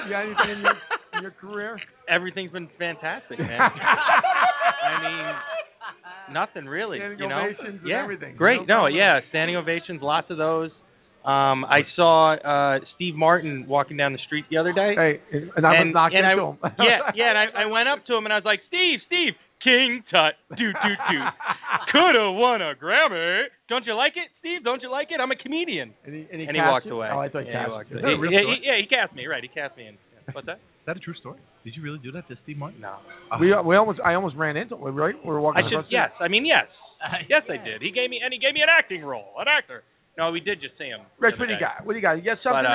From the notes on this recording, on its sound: Tonight live from The Oak Barrel Pub in West Orange NJ.